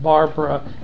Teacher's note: Barbara is pronounced Barbara, and the middle A is silent